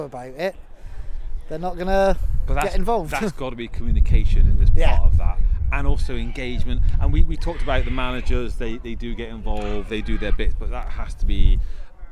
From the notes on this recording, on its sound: About 120 members of Fry Club JFC as they walk from Somerdale Pavilion to local beauty spot Kelston Round Hill, and back; a distance of just over ten miles. Thoughts are added by some parents, as well as a few of the players.